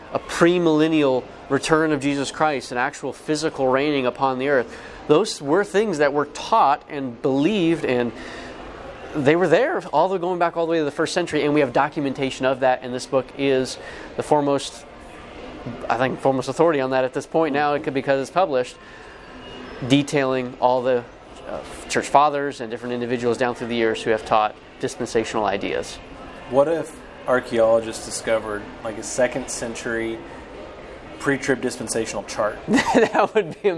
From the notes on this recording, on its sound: LIVE at the IFCA Convention. The IFCA Int National Convention in Covington, KY.